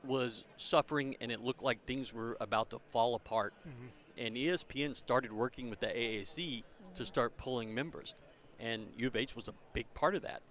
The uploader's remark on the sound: LIVE FROM BIG 12 MEDIA DAYS!